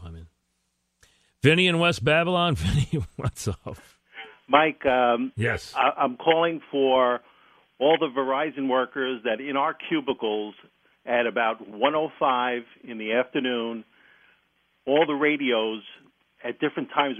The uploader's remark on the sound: Called in to the show.